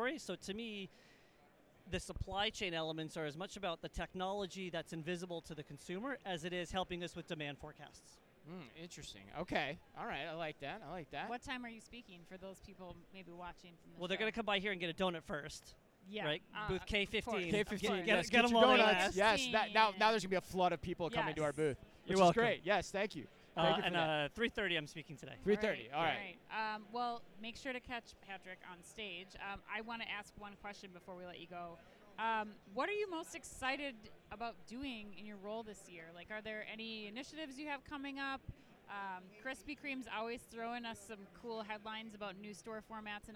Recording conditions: busy venue